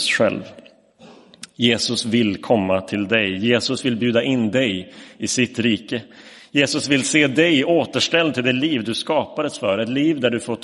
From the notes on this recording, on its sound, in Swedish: Inspelad i Roseniuskyrkan den 4 december 2022